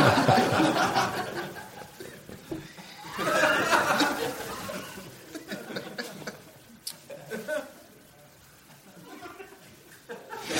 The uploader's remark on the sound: Live from Skyline Comedy Cafe!